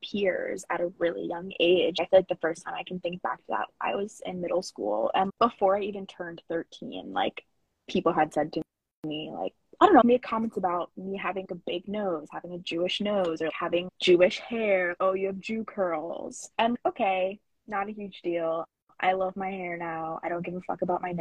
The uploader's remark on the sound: Apologies for the subpar audio! We had some technical difficulties this time around.